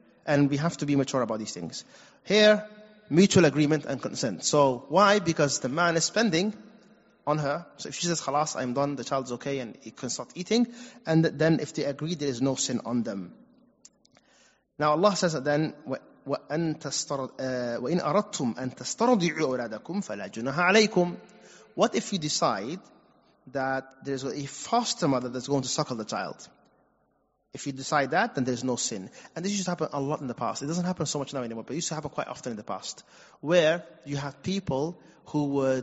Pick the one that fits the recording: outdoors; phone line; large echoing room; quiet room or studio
large echoing room